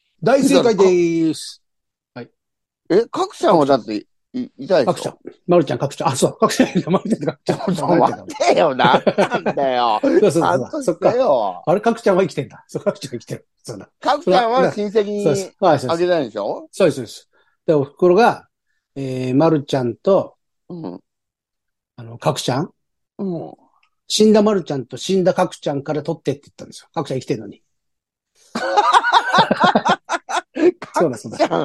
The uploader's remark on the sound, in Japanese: ZOOMで収録